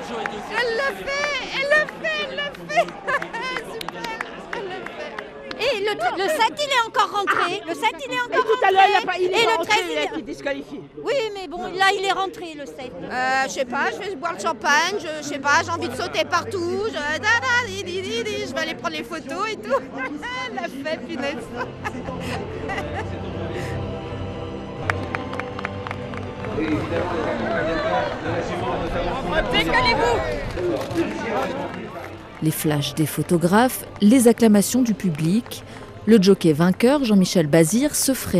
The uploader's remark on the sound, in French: A l'hippodrome de Vincennes. Ce podcast est une balade sonore dans les coulisses de la mythique course de trot du Grand Prix de Paris . Le bruit des sabots, les cris des supporters en tribune, la concentration des parieurs, la victoire ponctuée par la Marseillaise.